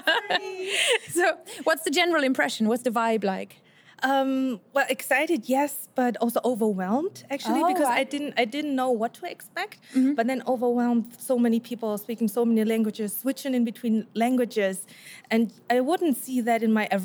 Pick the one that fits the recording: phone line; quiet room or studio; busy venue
busy venue